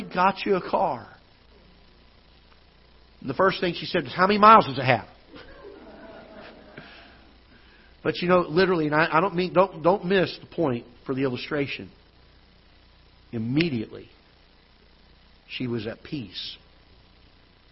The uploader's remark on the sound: Ketha Heights Baptist Church ~ Live Broadcast